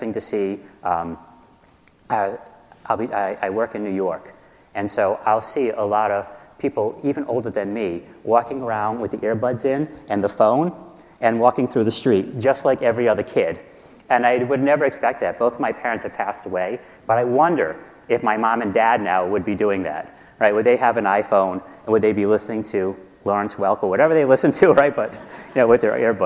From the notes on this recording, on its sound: In this session presented at the 2018 DPharm conference